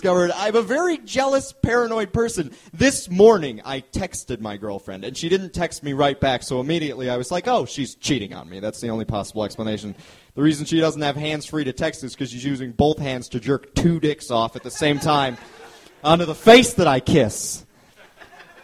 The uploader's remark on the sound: This episode was recorded at the Hungry Brain in April 2011.